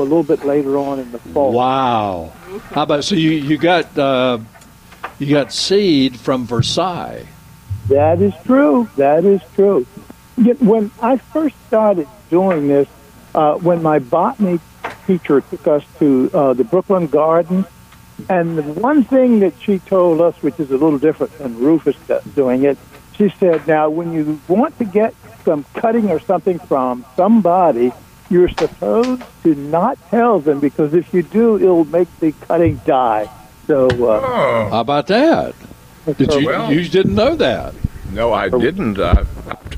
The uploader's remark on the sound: broadcasting live from Bell’s Carpet & Floors